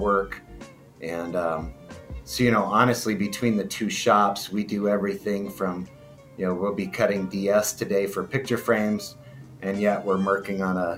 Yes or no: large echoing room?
no